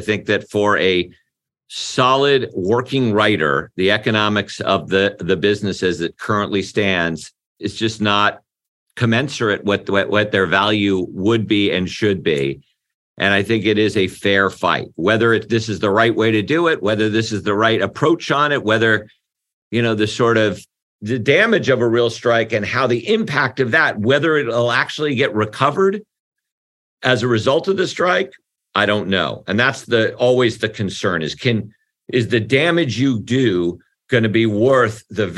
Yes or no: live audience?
no